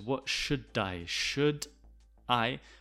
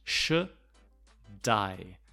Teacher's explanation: The D goes from the end of should to the beginning of the word I. Should I? We do this a lot in English.